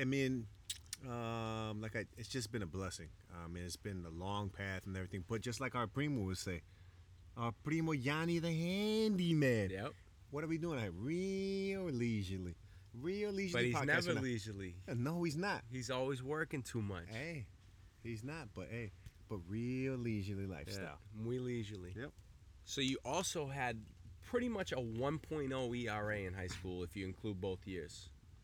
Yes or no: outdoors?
yes